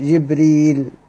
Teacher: بكسر الجيم بدون همز